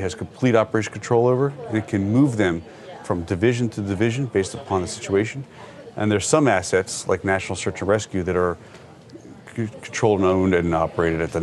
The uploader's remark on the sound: A Walking Tour Of The National Response Coordination Center. We got a special walking tour of the NRCC.